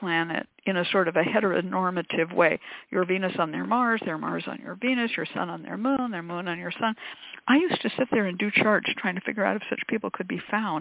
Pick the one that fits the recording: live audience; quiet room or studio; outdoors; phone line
phone line